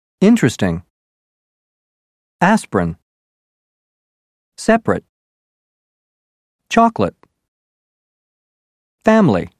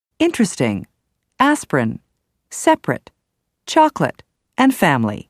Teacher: The first E in interesting, the first I in aspirin, the first A in separate, the second O in chocolate, and the I in family are all dropped, so that you hear interesting, aspirin, separate, chocolate, and family. · Term: dropped syllables